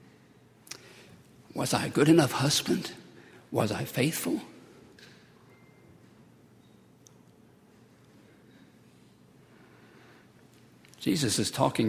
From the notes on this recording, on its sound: at Highland Baptist Church